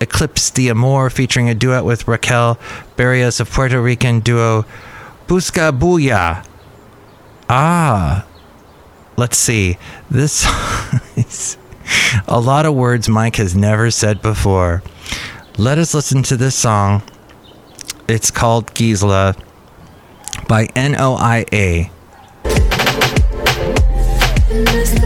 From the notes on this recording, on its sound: podcasts live from Cafe Anyway